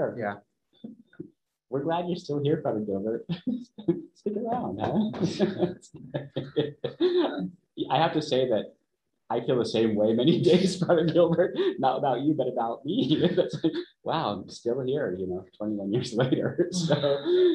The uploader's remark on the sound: Live Webinar.